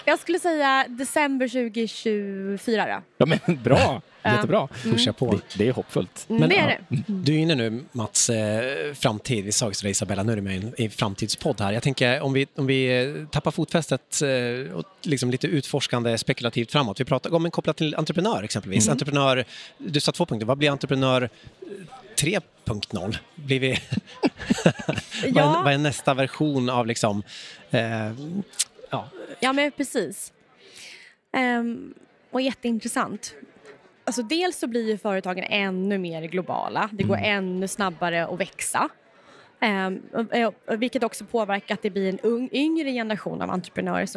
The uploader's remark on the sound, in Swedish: Avsnittet är en livepodd från Techarenan Summit 2023